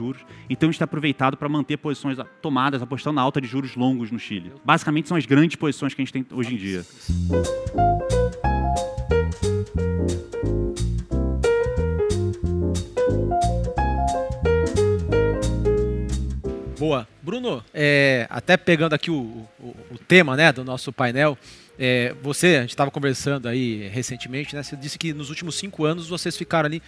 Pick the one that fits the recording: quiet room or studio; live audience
live audience